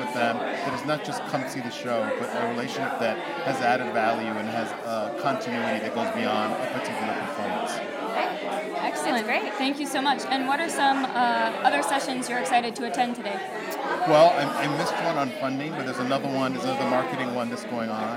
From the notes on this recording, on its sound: Pod de Deux attended this Dance/NYC 2016 Symposium discussion and workshop